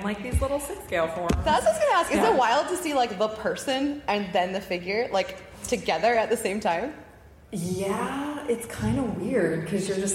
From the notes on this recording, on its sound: live at Emerald City